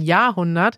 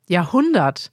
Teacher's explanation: Man betont also die zweite Silbe. · Shown in: second take